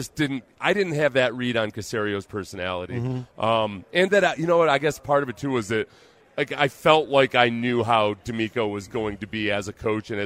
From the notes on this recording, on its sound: Live from Radio Row